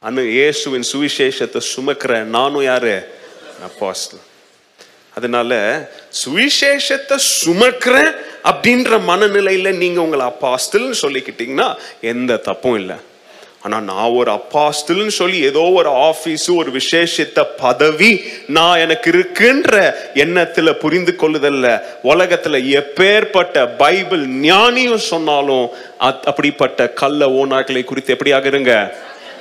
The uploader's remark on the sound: Mission Sunday Second Service Sermon Live